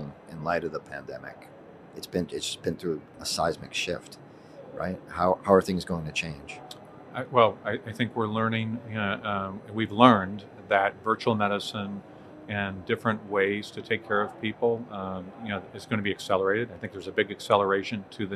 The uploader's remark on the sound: live from HLTH 2021